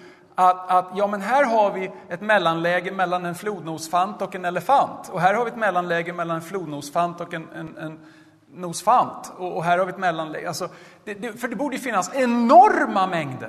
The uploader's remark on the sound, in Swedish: Arrangör är CredoAkademin, och inspelningarna sker i Betlehemskyrkan i Stockholm.